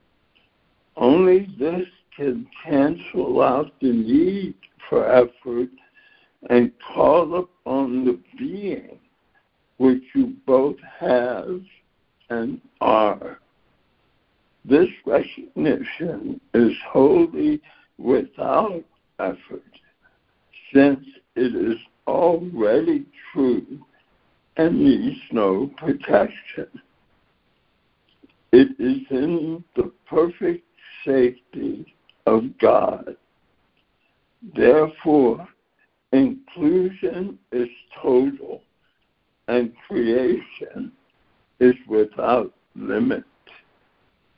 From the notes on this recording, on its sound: ACIM Daily Conference Call